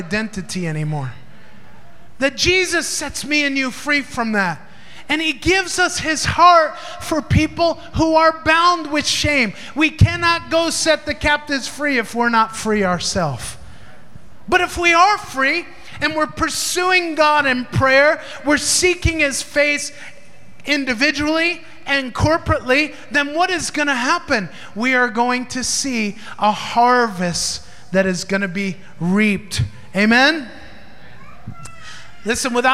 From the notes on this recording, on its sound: Recorded in Maranatha Family Church's Sunday Service at FIRE School of Ministry Philippines.